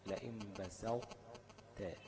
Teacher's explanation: بسط بالإطباق بتاع الطاء وبعدين تنزل بتاء، بسطت. ما ينفعش أقول بسطت بإدغام كامل.